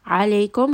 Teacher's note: Ayn is going to be from the middle of the throat.